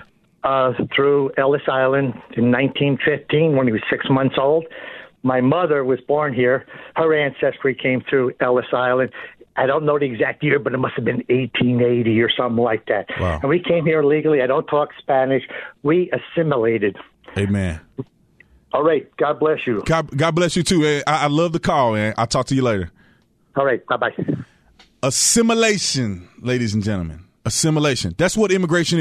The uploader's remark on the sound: Calls from the audience